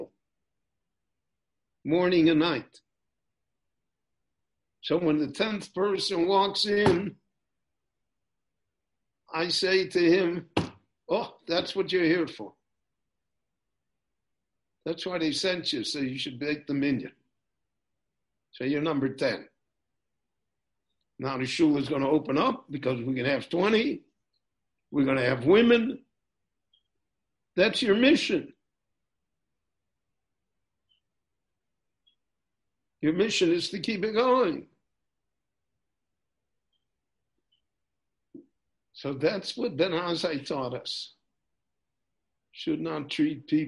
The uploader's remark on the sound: Recorded LIVE via Zoom in Jerusalem.